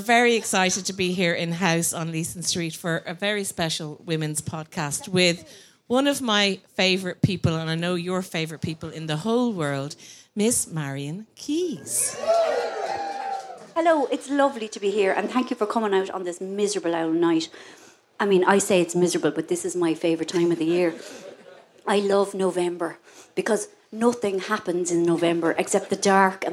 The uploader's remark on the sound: Left behind the usual surrounds of the studio for a live recording in House on Leeson Street. Treated the live audience to an exclusive excerpt.